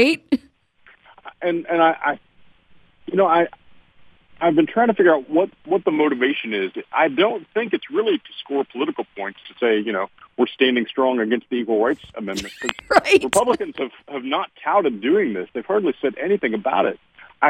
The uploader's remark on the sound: joined on the phone